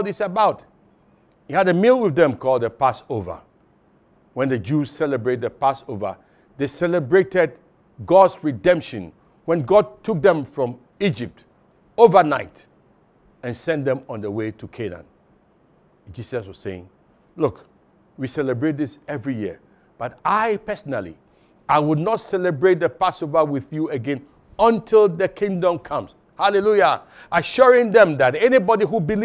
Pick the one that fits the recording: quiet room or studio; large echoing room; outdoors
large echoing room